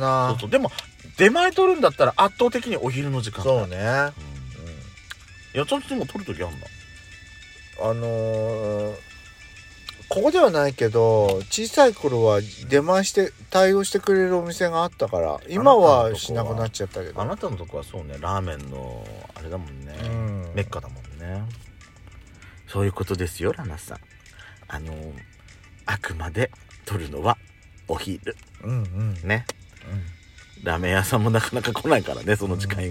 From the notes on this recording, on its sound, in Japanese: パーキング収録